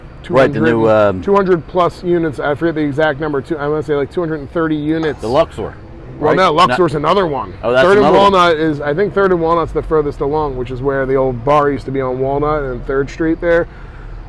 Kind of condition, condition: setting, busy venue